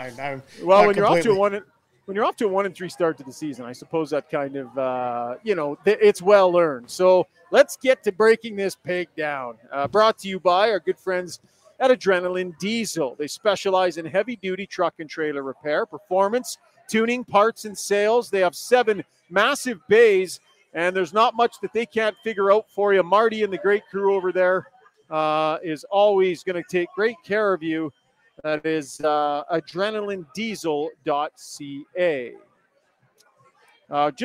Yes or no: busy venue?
yes